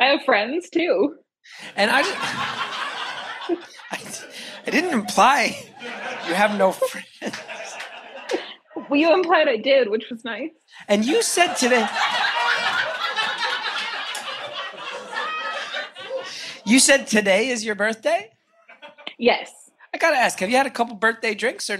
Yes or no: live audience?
yes